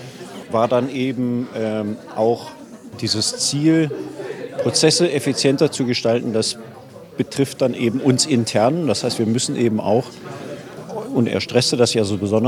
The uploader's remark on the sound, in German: Impressionen vom ersten Tag des 13. Digicamp, 15. November 2023, DATEV IT Campus, Nürnberg